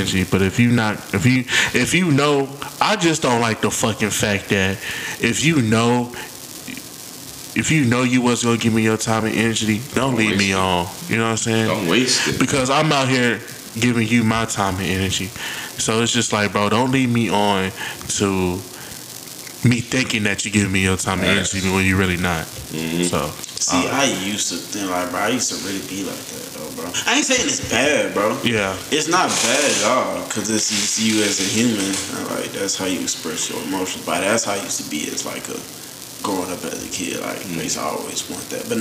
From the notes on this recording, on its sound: Sorry for the static… will be fixed for the next episode!